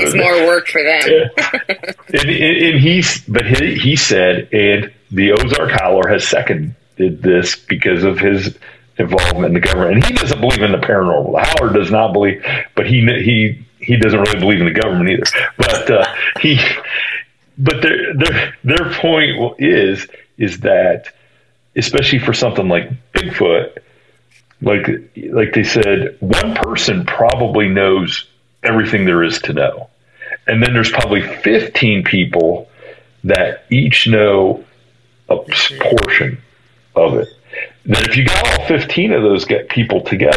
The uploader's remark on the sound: Our apologies in advance for the poor audio content. We were out of town and were having all kinds of internet and technical issues.